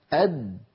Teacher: لاحظوا بأن الدال ينقفل مخرجها تماما